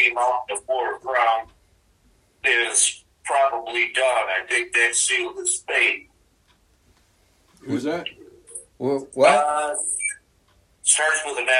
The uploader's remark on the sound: called in during the second half of the show